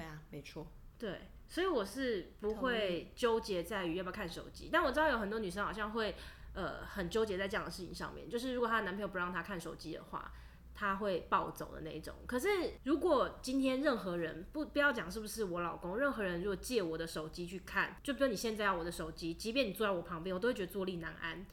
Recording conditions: uneven or low level